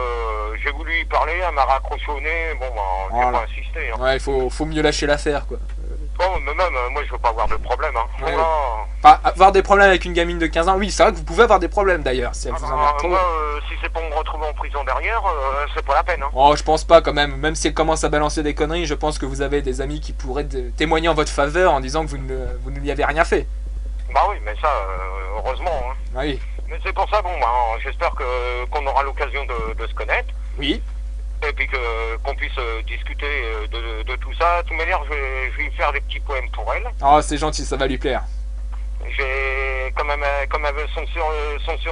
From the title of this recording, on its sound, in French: en Prive au Telephone